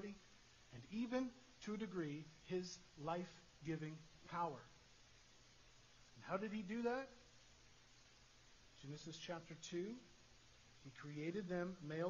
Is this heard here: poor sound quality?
yes